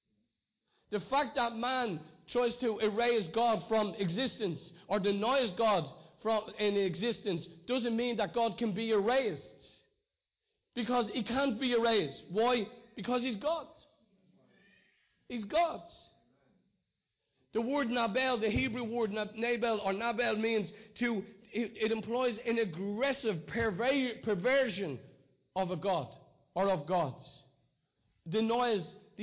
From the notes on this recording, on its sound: Recorded live in Liberty Church in 2019.